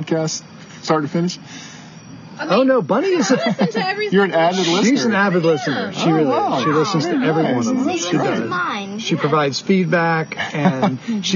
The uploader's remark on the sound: Recording of our first live episode broadcast last Wednesday night from West Salem Public House!